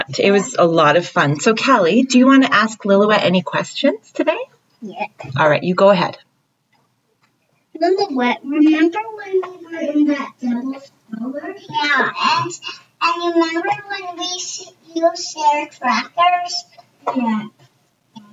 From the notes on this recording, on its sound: sound quality on this episode is a bit iffy as we are still learning about mic set up and editing